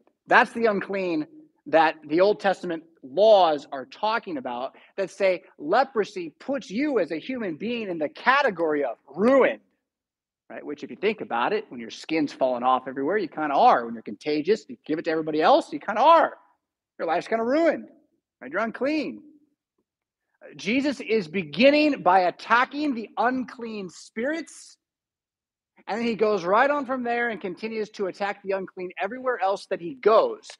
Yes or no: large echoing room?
yes